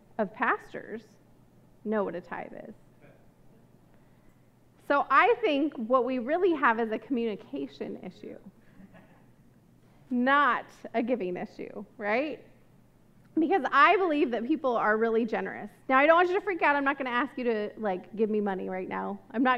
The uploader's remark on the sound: This message was recorded at a Sunday service on October 9, 2022